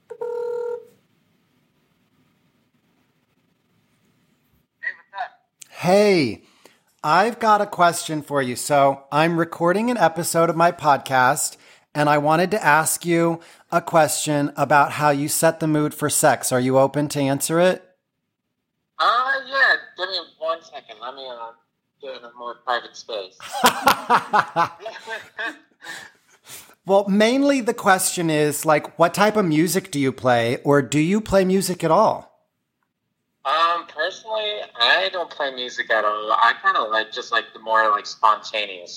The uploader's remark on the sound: We would call a few friends to get their input. I went ahead and scrapped the first half and just kept the "phone a friend" portion.